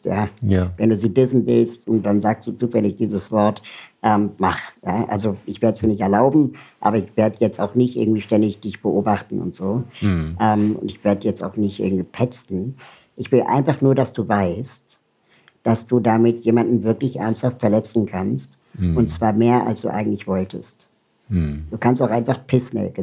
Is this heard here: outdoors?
no